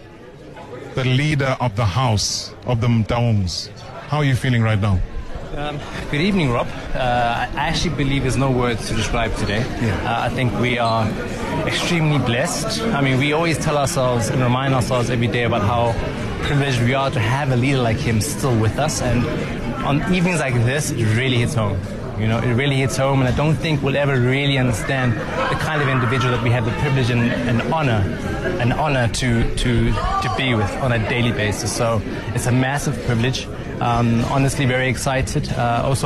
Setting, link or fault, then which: setting, busy venue